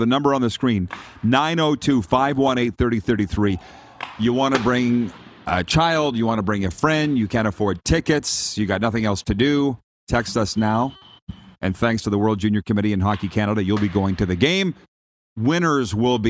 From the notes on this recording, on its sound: Back for Week 2 LIVE from inside Rogers Place in Edmonton, Alberta. Site of the 2022 World Junior (2.0) championships!